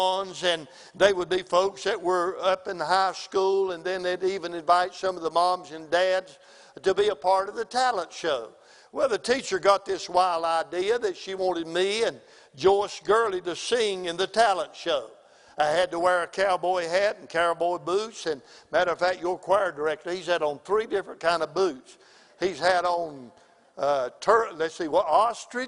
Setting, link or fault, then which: setting, large echoing room